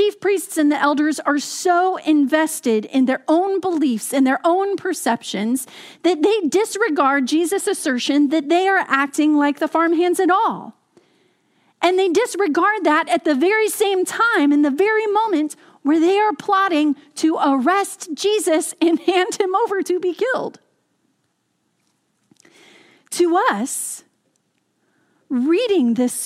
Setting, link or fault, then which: setting, large echoing room